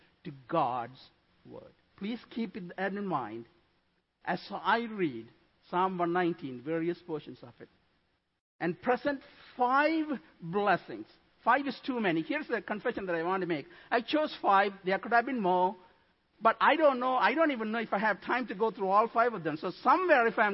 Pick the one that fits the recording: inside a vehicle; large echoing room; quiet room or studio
large echoing room